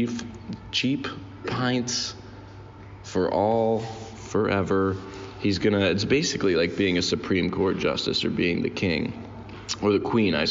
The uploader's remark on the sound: Recorded this one in a Burger King in Trondheim, Norway.